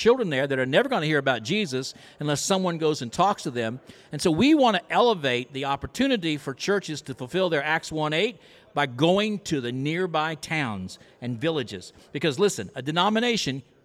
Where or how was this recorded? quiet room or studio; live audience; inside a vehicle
live audience